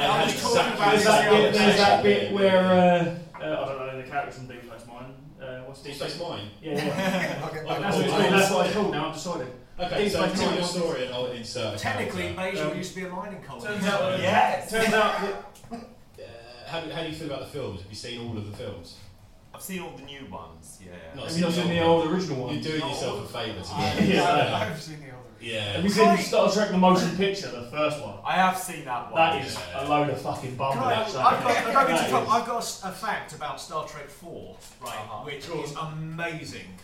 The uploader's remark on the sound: Live (in front of 3 people) in Edinburgh 2016. This episode was recorded at the Silk night Club in Edinburgh during the Fringe Festival 2016. We were supposed to do a stand-up show that day but only three people turned up so we decided to just chat to them and record it. It doesn't sound amazing and the mics are a bit feedbacky.